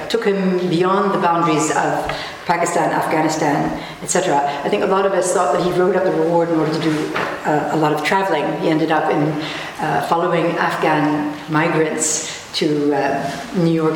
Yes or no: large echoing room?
yes